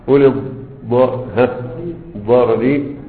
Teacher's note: يعني أن الفتحة تمال إذا كان بعدها راء مكسورة متطرفة نحو أولي الضرر